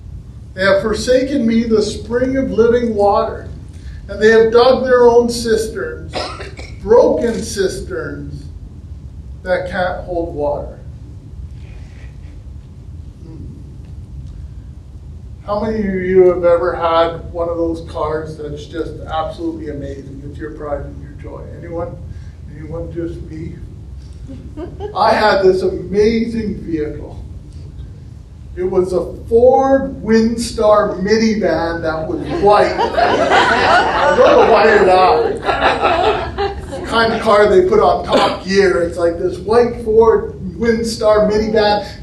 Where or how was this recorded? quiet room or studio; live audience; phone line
live audience